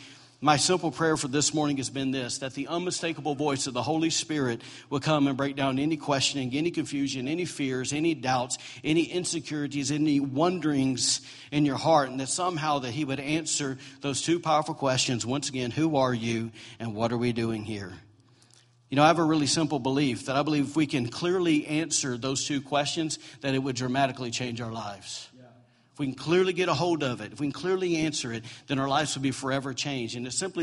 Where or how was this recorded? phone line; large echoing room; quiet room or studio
large echoing room